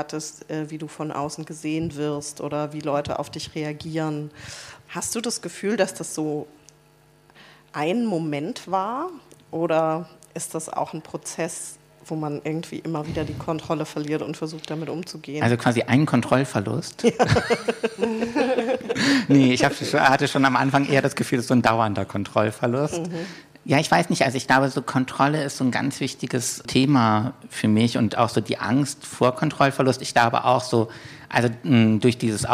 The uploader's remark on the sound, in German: Wir haben mal wieder live gepodcastet - diesmal im Roten Salon der Volksbühne im Rahmen des Festivals "Archäologie des Verlusts"!